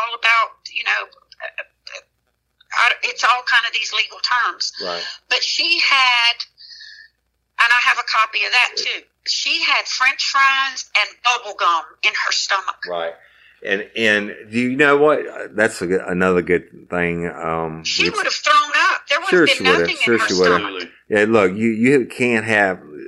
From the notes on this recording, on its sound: This episode is an unedited and emotional phone conversation